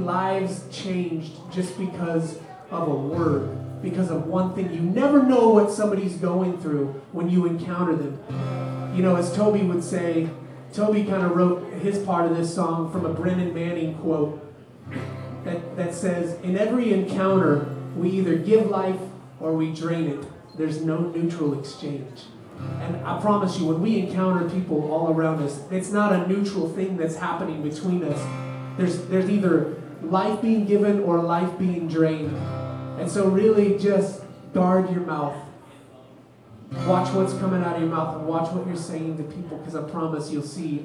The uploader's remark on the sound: LIVE from The Depot Coffee House. On the podcast this week we have an exclusive live show. Recorded at The Depot Coffeehouse in Urbana Ohio.